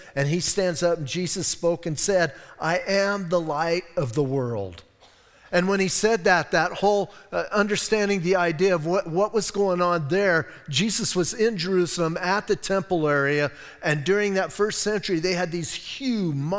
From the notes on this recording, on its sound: Audio messages from Calvary Chapel in Sierra Vista